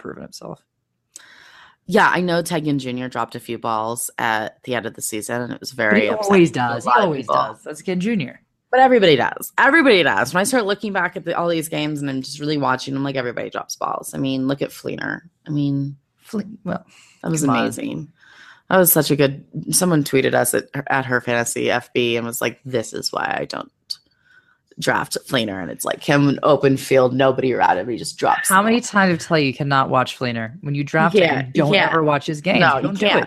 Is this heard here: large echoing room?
no